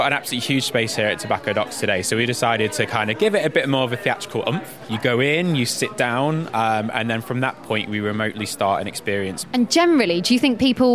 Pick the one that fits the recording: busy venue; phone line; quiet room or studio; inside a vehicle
busy venue